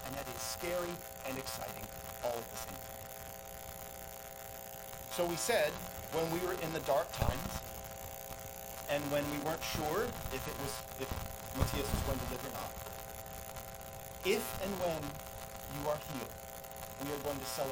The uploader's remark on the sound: The audio for this sermon is very poor.